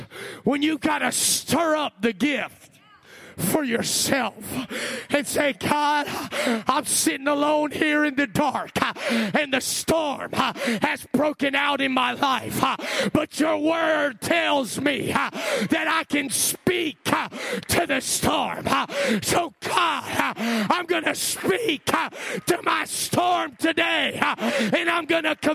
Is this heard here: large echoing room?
yes